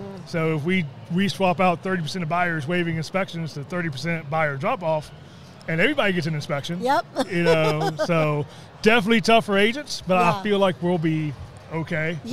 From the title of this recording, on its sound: Interviews Guests at REALTORfest 2022